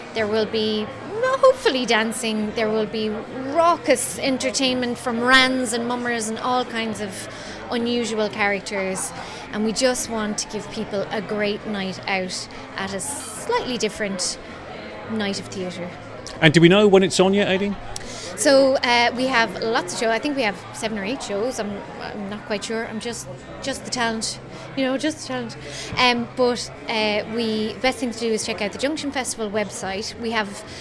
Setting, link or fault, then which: setting, busy venue